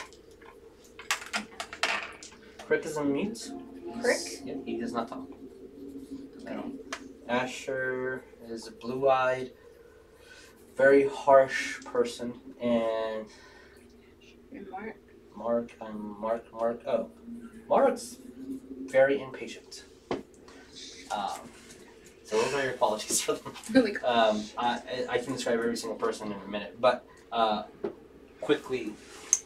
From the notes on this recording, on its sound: Sorry for the audio issues.